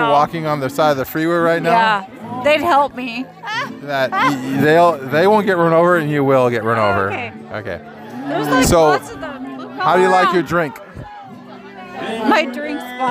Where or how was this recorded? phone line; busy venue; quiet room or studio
busy venue